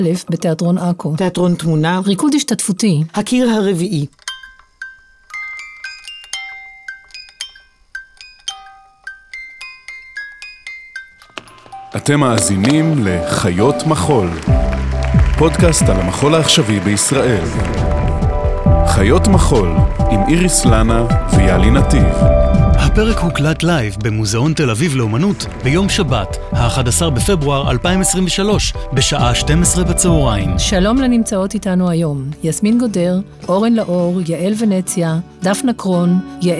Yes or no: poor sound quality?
no